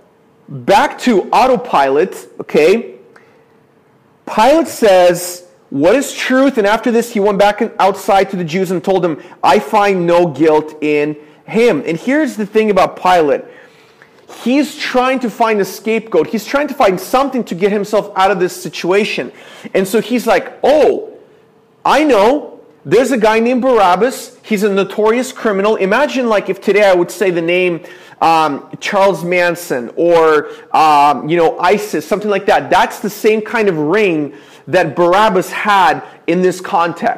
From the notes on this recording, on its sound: This is a sermon I preached at my church